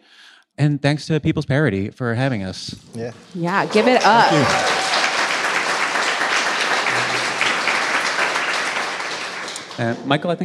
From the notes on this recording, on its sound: Live from the People's Parity convening in Washington, DC